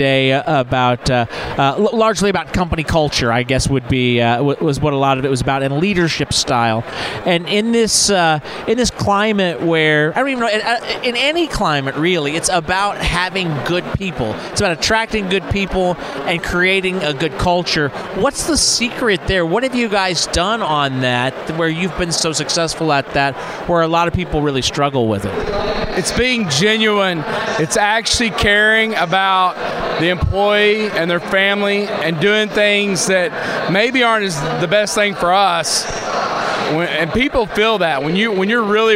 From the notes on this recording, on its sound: talks live from the Success Group Expo in Dallas